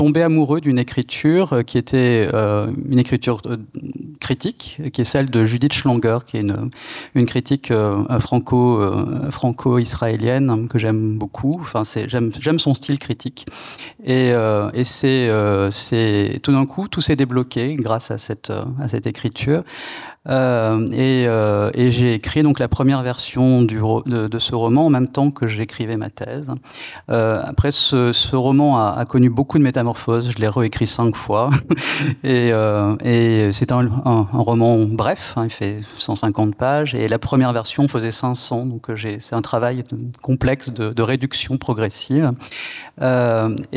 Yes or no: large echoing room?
no